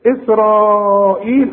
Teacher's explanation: وخد بالك ارجع قلت ايه الاول ومن ايه ومن يا يكفر، وجيت هنا قلت ايه بقى يا بني، اهي الياء دي اللي في القرآن يا بني اسرائيل، عندك المد ده برضو وبعده الهمزة، هنمد اربع حركات واذا وقف يبقى عندك حركتين فقط يا بني بس. اسرائيل اهو ده المد الواجب، لان المد في كلمة والهمزة في نفس الكلمة